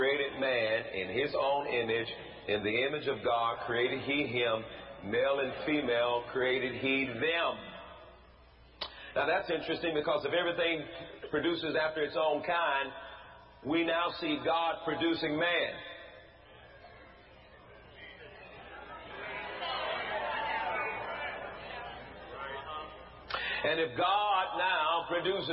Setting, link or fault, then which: setting, large echoing room